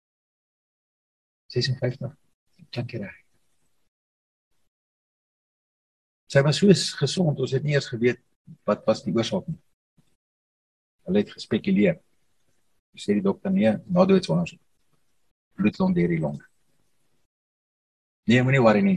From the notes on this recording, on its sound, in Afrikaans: Zoom Byeenkoms 17 Mei 2022